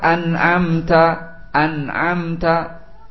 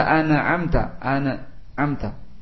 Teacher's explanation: Langsung disambungkan, tidak boleh dikolkolahkan, tidak boleh memakai gunnah atau ikhfa atau saktah. · Shown in: first take